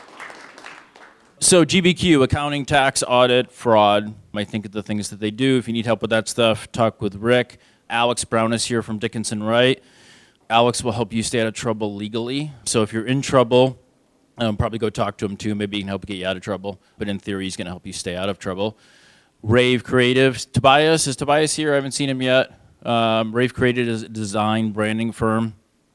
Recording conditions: live audience